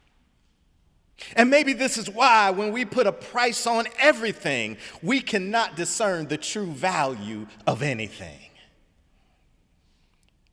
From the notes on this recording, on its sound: Sunday sermon March 4, 2018 in the Memorial Church of Harvard University